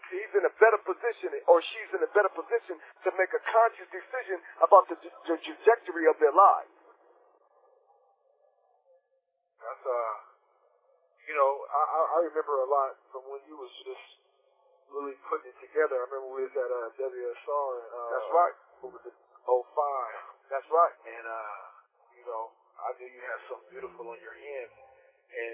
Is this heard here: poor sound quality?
yes